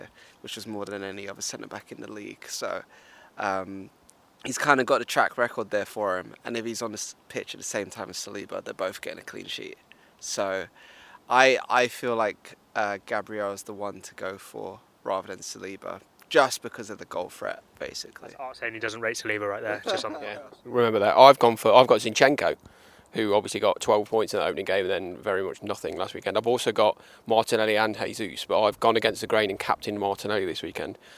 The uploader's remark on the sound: The first time we've ever recorded in-person. Live (in a fashion) from the back of London Colney Retail Park having just been to Costa. Live from a cark park near you.